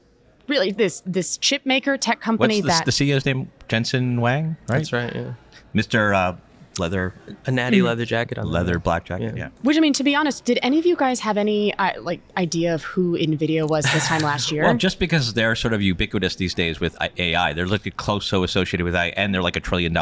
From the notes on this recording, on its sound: Live! From #JPM24. Recording from the STAT co-working space outside the J.P. Morgan Healthcare Conference.